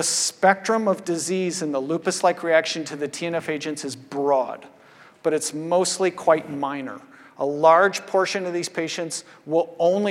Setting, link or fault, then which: setting, large echoing room